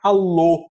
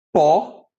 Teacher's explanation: Então, o ômicron é pó, esse som de O, e o ômega tem esse som de alô, né? Esse som bem fechado, de O. · Shown in: first take · Term: O fechado